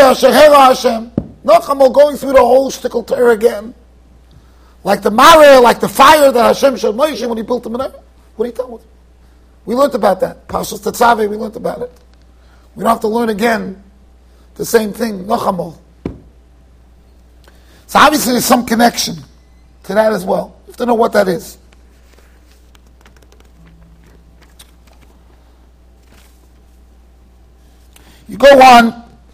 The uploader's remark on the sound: Shiur recorded in Yeshivas Ohr Reuven, Monsey NY.